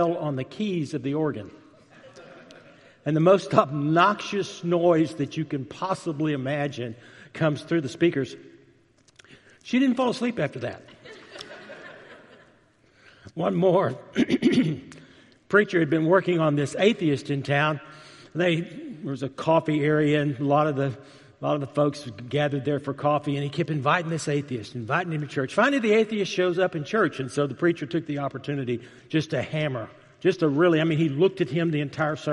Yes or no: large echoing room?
yes